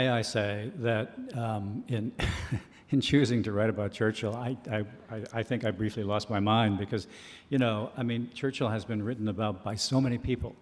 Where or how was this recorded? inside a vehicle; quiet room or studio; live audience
live audience